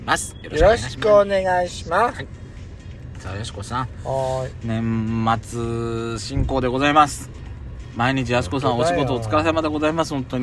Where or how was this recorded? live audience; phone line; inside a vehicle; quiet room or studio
inside a vehicle